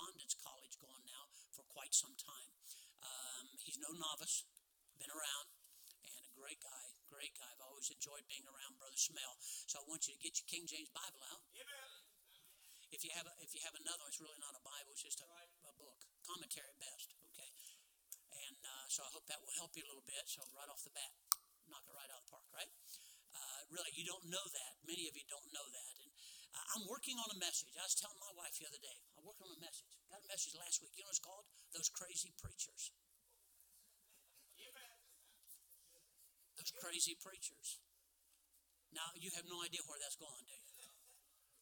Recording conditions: large echoing room